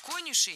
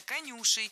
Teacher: Правильно, конюшей. Ударяем второй слог. · Shown in: second take